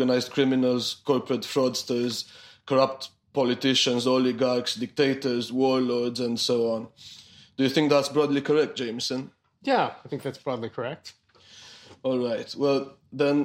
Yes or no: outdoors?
no